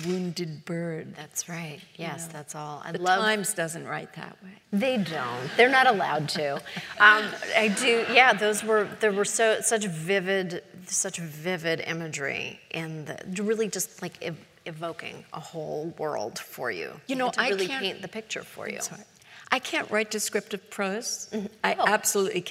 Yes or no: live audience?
yes